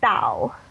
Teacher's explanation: it's a D, but it's a bit more aspirated, is the technical term, than a D we might use like at the end of a sentence.